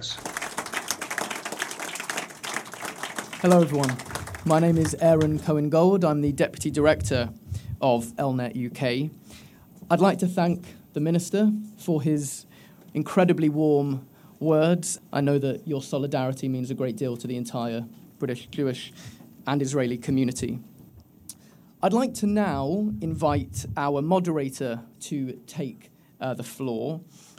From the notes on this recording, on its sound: Elnet UK's reception at the Houses of Parliament. It was both heartening and morale boosting for everyone who attended a Parliamentary reception at the Palace of Westminster.